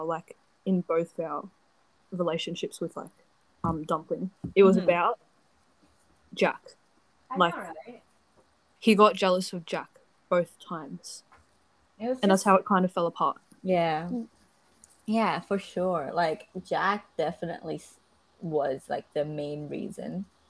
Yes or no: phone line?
no